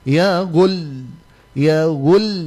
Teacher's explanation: maka berhenti pada huruf yang bertasydid, dia ditekan